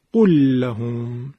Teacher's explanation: میایم لام قول رو که ساکنه حذف میکنیم، به جاش لام لهم رو تشدید میدیم، میشه قول لهم. اینو میگن ادغام شد.